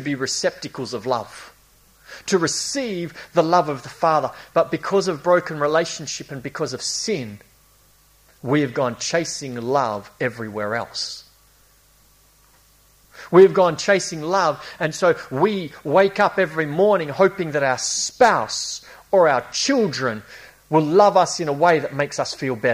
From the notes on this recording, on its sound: A series preached at Esperance Church of Christ.